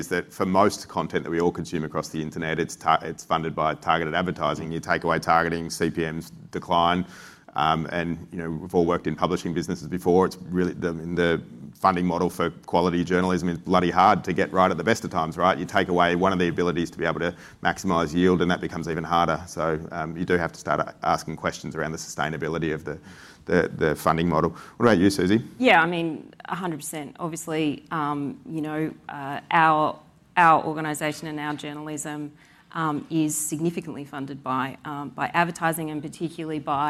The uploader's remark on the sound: recorded at Advertising Week APAC 2022